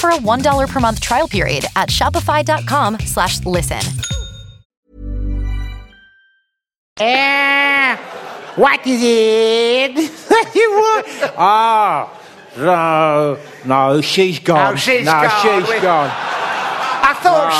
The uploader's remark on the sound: Except live, in person. Not a podcast recorded on dobly cassette tape, but actually there. Bumper four hour long live special.